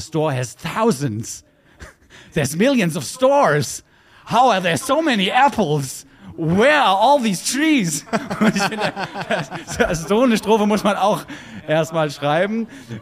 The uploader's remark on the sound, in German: Live aus der Botschaft der Schweiz in Berlin. Live vor Publikum. Der Berliner Alphorn Verein.